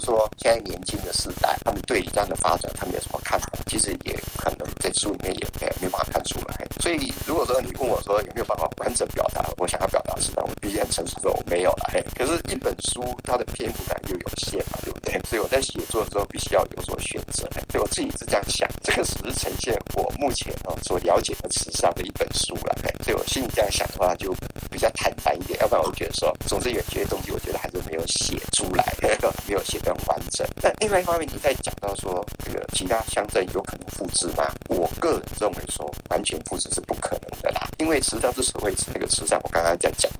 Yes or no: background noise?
yes